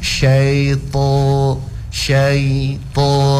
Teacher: Jadi usahakan mau bilang huruf to itu menyebut huruf to tidak dengan membulatkan bibir. Syaito, syaito, supaya dari fasoha itu memang yang jelas dia lewat cuma dia sukun, bukan di waw sukun.